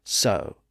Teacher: And in that environment of S-W-O, the W sound was lost in the middle, giving us the modern word so